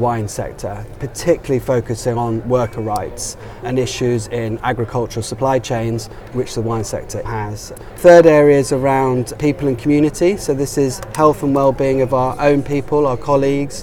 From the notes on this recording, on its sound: At Innovation Forum’s recent Future of Food EU conference